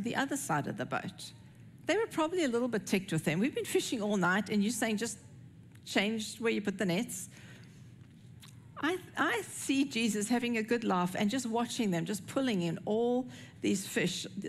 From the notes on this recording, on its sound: recorded at Northlands Church on June 25, 2023